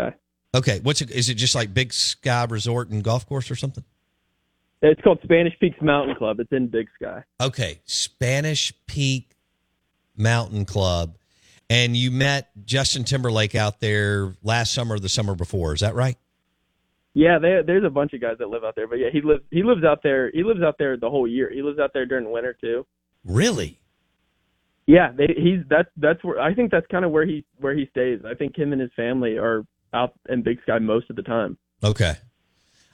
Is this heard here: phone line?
yes